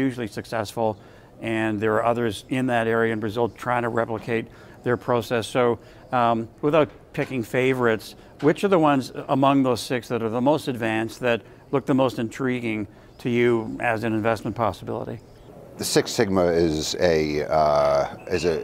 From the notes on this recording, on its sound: Interview at Benchmark Minerals Conference